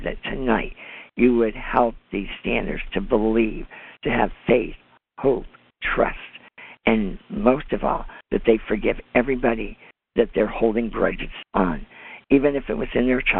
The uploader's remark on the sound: CONFERENCE CALL